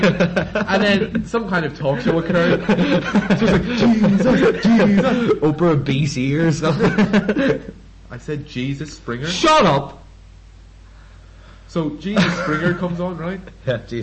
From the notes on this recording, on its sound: Sorry for being recorded too loud.